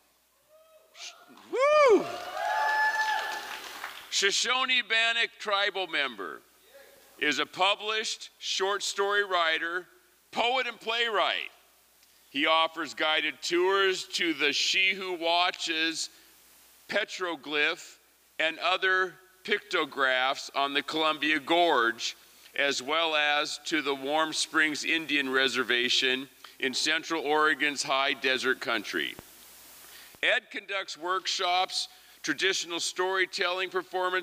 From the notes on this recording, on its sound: From the 2023 FisherPoets Gathering, a set of performances from the Liberty Theatre. At the Liberty Theatre in Astoria, OR as part of the FisherPoetry Archive Project.